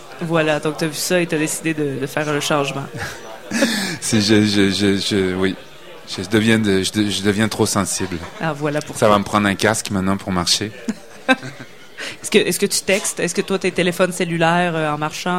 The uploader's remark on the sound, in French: au Festival d'été de Québec sur les ondes de CKRL 89,1 en direct du bar Le Sacrilège